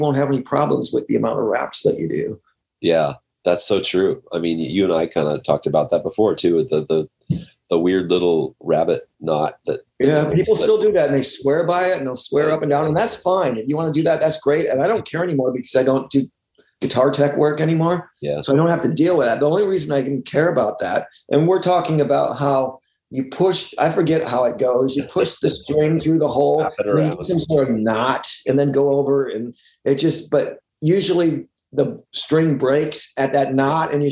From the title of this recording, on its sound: Remote Zoom